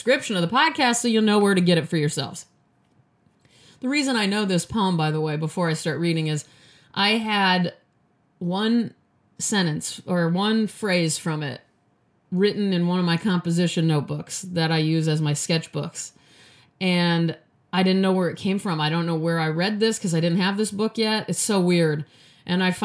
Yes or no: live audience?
no